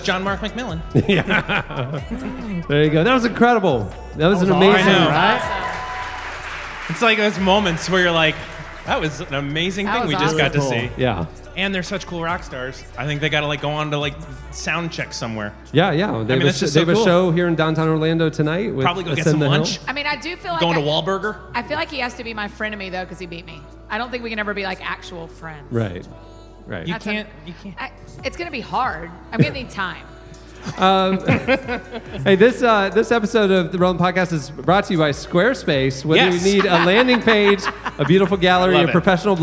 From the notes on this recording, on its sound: For our live taping of the RELEVANT podcast’s 600th episode